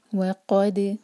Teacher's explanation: قاف ہیوی ہے لیکن دال لائٹ ہے، تو دال کو ہم مبھر کر نہیں پڑیں گے، لیکن دال پر سکون ہے تو قلقلہ ہوگا.